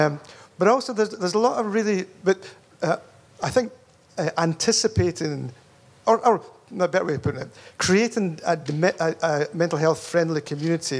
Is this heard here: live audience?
yes